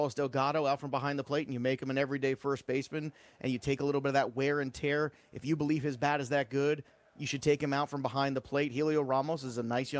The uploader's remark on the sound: LIVE FROM THE MLB WINTER MEETINGS